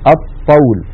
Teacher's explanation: فإذا يحولون لام التعريف إلى الحرف الذي جاء بعدها، مثلا هذا المثال الطول، يحولون اللام إلى طاء فيصير عندي طاءان، طاء ساكنة وطاء متحركة أي متماثلان، والأول ساكن فيدغمون الطاء الأولى في الثانية فيقولون الطول. · Term: اللام الشمسية